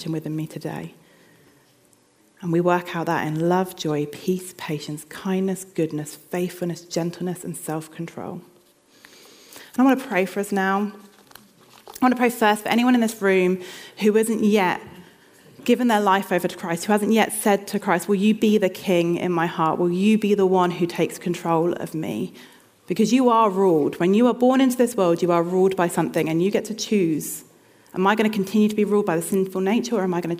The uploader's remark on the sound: This sermon was recorded on Sunday 22nd October 2023 at our Putnoe venue.